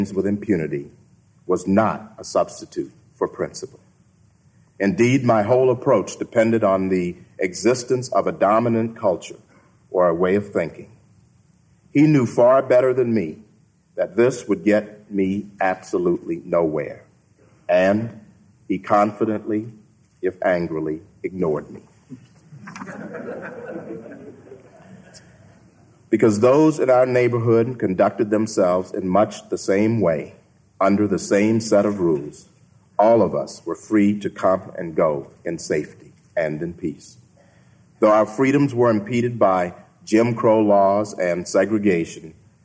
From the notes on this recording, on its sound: keynote address at the Acton Institute’s Fourth Anniversary Dinner.